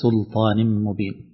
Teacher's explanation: فالظاهر أنه دخل عليها شيء من التفخيم شوية فأصبحت سلطان مبين · Term: تفخيم المرقق